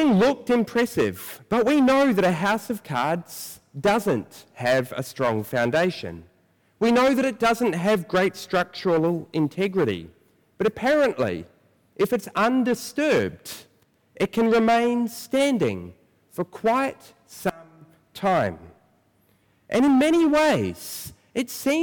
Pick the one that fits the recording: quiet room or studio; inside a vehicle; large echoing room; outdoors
large echoing room